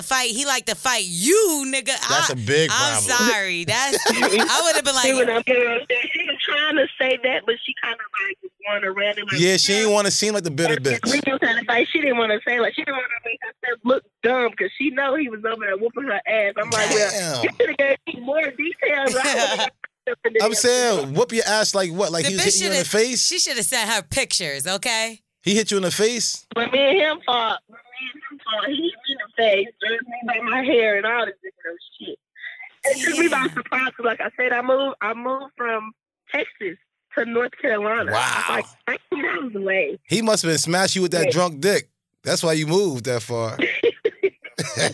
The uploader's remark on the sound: Today's episode we start off with some more voicemails. Opened up the phone lines.